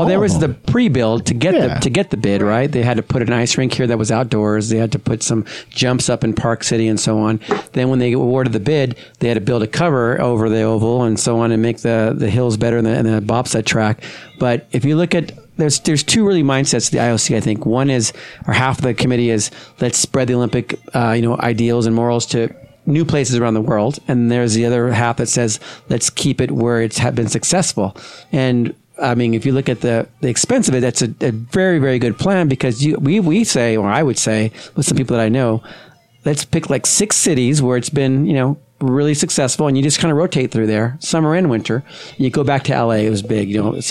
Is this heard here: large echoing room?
no